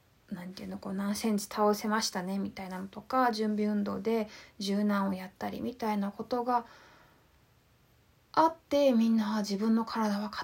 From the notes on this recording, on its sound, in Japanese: インスタライブの録音です。